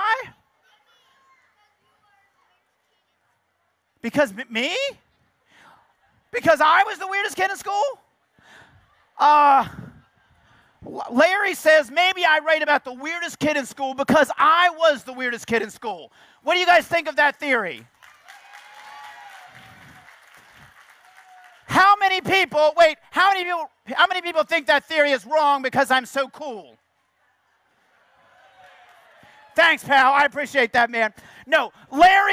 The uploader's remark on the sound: 2012 National Book Festival